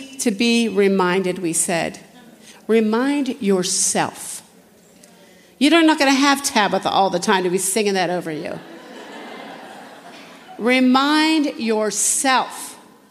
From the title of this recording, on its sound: General Session, Flourish 2023